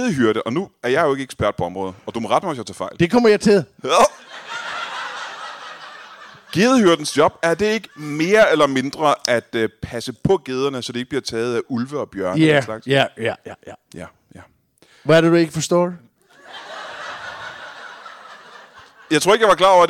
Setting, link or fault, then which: setting, live audience